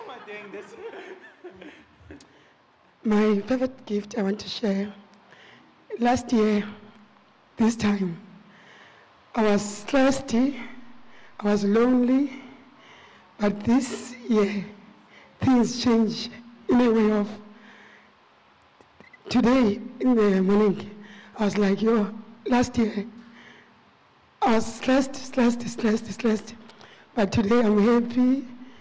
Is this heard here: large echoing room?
yes